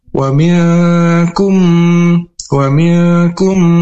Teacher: mim ketemu mim atau disebut juga idgham mimi atau idgham mutamasilen karena kedua mim ini melebur dengan dengung. Wa miyakum, wa miyakum, dan ditahan dulu dua harokat.